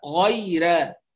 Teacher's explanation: الراء فيها مفخمة لكل القراء إلا ورش من طريق الأزرق يرققها غيرا، وباقي القراء غيرا.